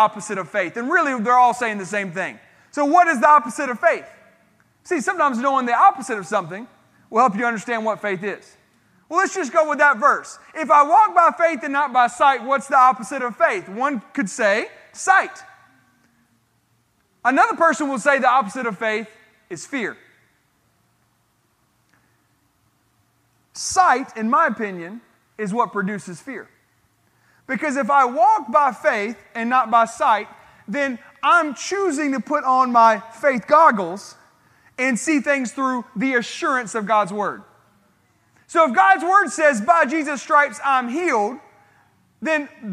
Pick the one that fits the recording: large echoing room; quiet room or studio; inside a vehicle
large echoing room